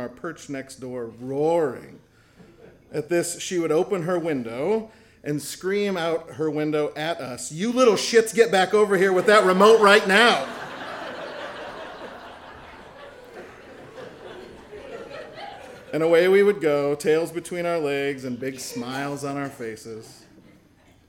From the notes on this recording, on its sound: recording from the January 2018 Story Show